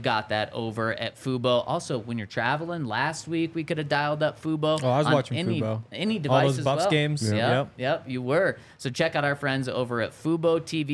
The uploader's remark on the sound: LIVE from the DNVR Bar.